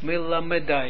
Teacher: Een beetje toch iets komt na de mem, klein beetje zo'n stomme e. · Term: mobiele schwa